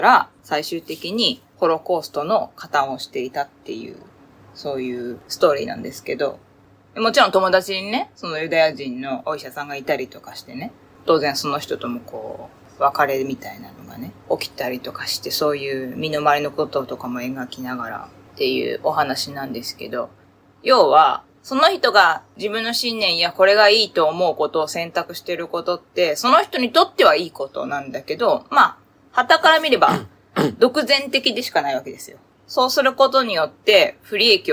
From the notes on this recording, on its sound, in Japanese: 機材・設定： iPhone13「ステレオマイク」アプリ／iPhone マイク-前面（Cardioid）／ファイル形式 PCM44.1kHz 32bit Float。